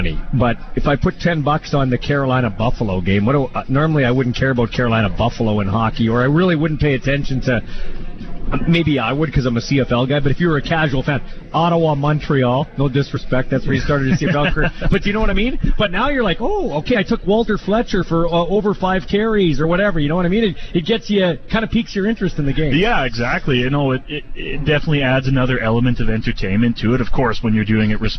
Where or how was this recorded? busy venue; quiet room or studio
busy venue